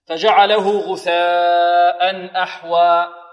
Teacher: الهمزة مع حرف المد اجتمعتا في كلمة واحدة فيسمى هذا المد مدا متصلا